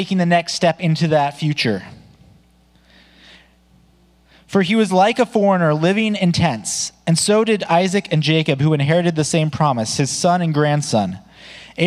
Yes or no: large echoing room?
yes